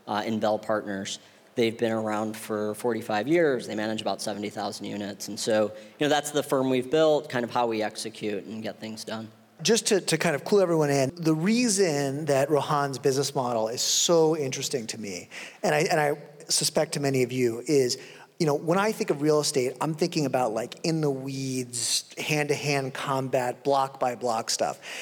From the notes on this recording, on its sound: on stage at Re-convene '22 in Santa Monica